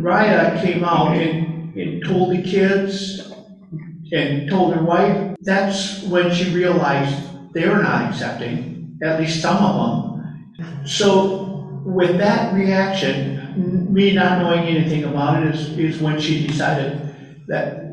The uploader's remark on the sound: A Live Presentation